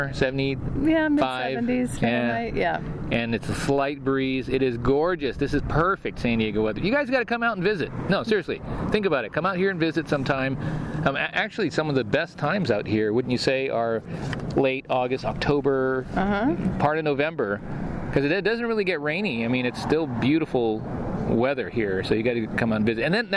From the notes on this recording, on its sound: We have some audio from a recent Adventure Lab outing where something unexpected occurred!